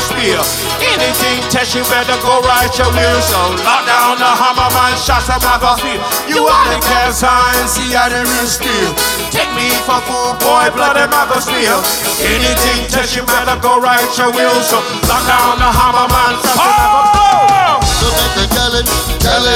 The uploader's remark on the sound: Live at Ardmore Music Hall. Live at The Ardmore Music Hall.